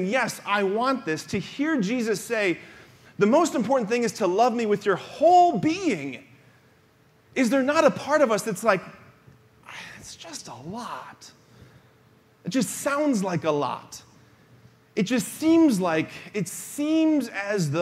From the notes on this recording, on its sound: preached this homily on October 29, 2023 at the Confirmation Retreat Mass at Damascus